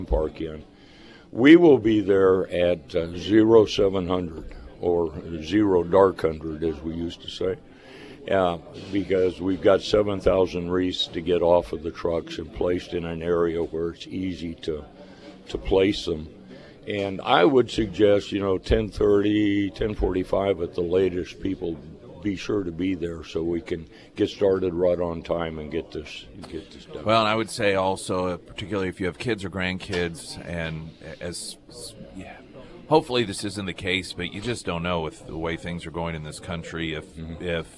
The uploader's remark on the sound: Live at Scramblers Diner for the Friday Road Show. Today is a First Responders Breakfast!